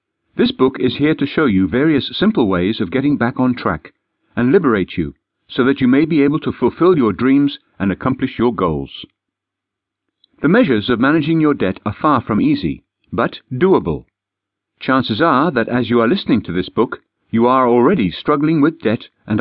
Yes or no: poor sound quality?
no